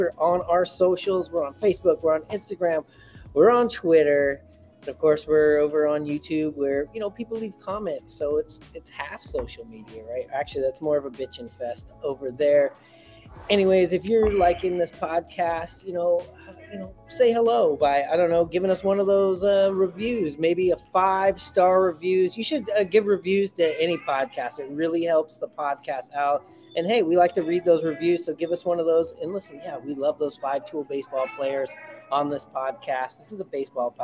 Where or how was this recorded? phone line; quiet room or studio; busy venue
busy venue